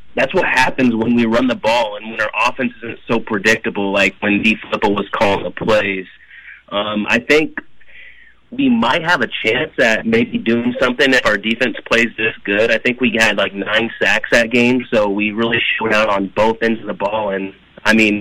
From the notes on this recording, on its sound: you, the listener, called